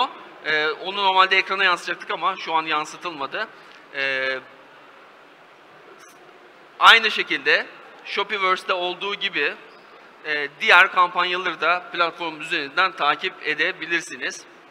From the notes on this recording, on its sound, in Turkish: Türkiye’nin ilk ve tek e-ticaret fuarı olan Worldef Aras Sahnede